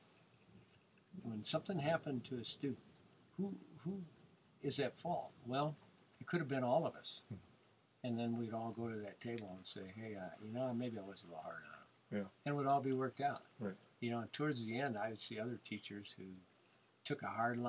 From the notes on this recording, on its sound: while traveling the back roads, highways and byways in a converted 1991 International school bus named the Chool Bus